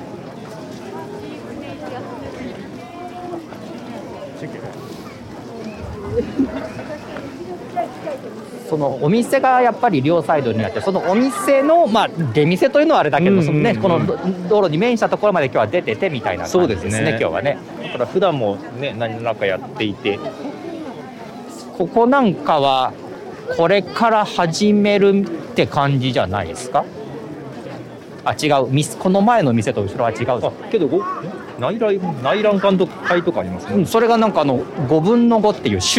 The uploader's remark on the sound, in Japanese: 初めての対面収録です。覚王山の日泰寺参道で行われる「覚王山春祭2023」を歩きながら収録しています。